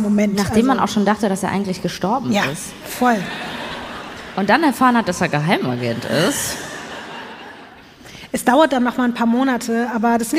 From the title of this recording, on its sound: LIVE in Hamburg